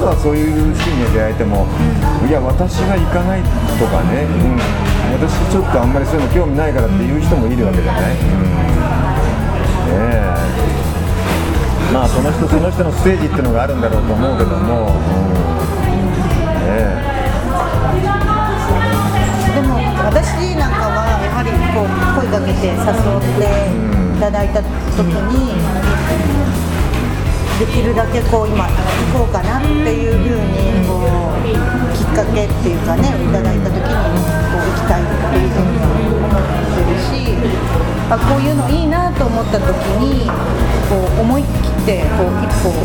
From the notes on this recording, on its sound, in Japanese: ぶらり旅の後に、モスバーガー店内で対談収録。